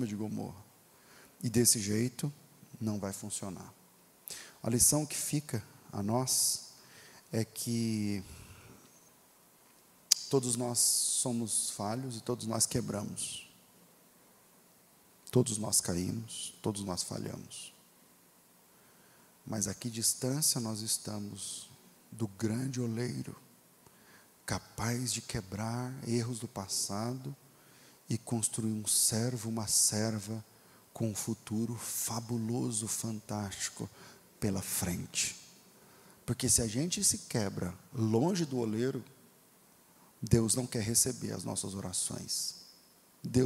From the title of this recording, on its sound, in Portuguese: Culto Ao Vivo